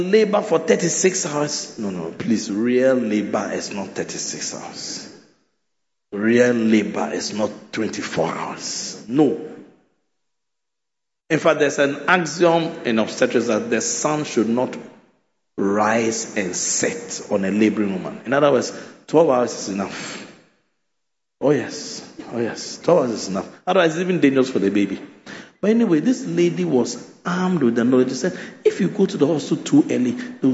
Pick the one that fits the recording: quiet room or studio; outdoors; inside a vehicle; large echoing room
large echoing room